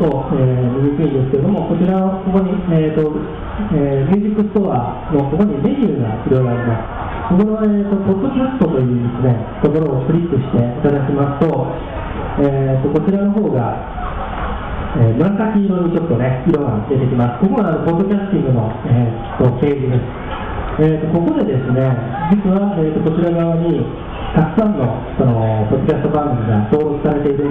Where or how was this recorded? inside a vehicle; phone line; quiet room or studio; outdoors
outdoors